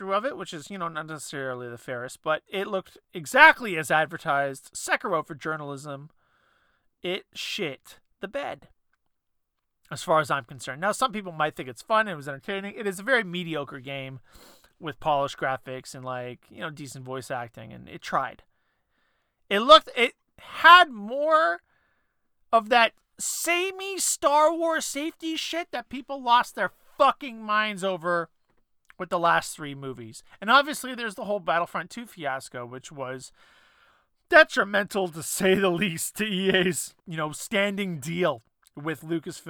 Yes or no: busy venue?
no